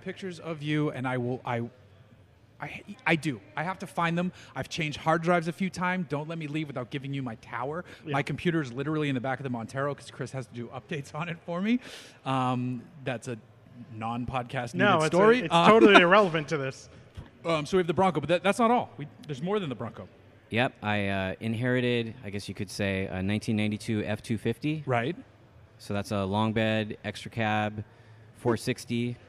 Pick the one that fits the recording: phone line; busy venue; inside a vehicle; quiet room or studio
busy venue